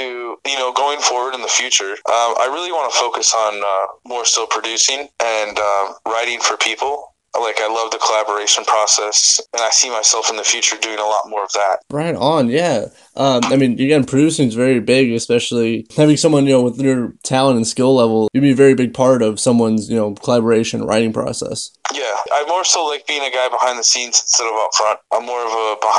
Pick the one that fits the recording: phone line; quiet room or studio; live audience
phone line